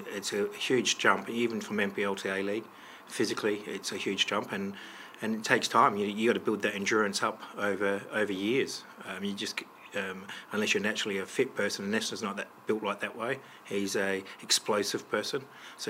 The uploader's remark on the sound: Round 20 post-match press conference